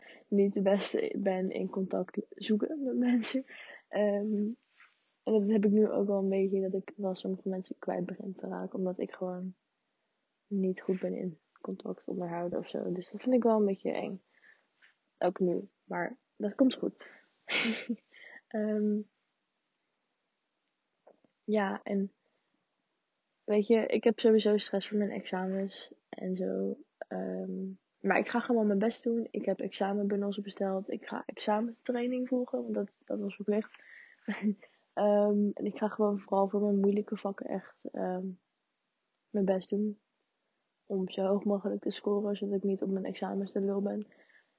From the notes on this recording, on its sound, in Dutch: Deze podcast heeft for some reason echt hele slechte geluidskwaliteit. Ik kreeg het niet gefixt.